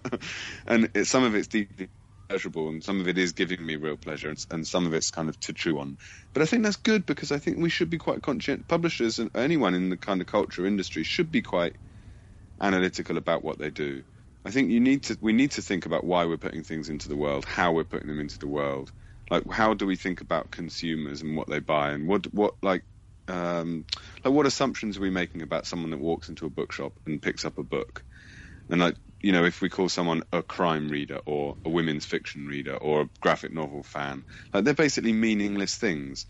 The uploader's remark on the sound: Spoke by telephone. He was at home in London.